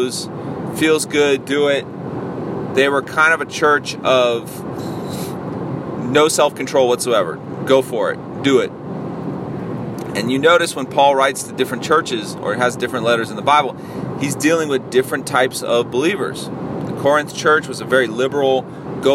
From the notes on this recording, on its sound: a solo dolo podcast while i was driving